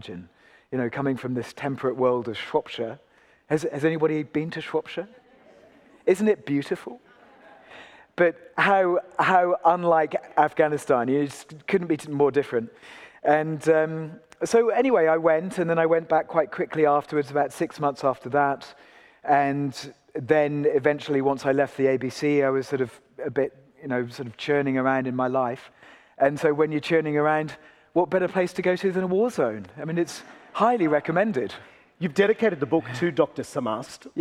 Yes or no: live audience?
yes